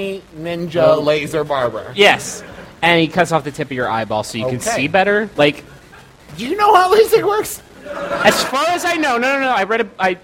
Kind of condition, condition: setting, live audience